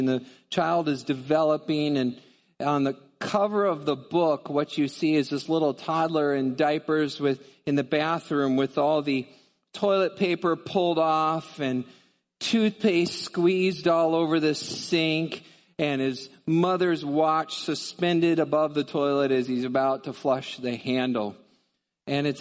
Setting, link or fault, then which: setting, large echoing room